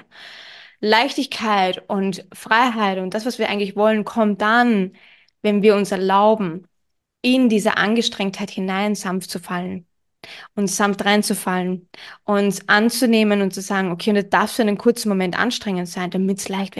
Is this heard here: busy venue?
no